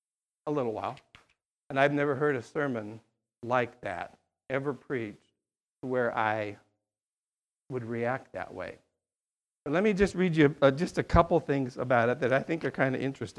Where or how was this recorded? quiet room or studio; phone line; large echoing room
large echoing room